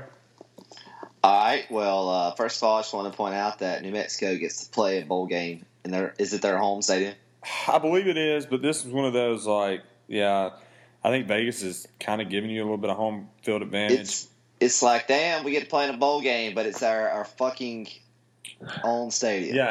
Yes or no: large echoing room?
no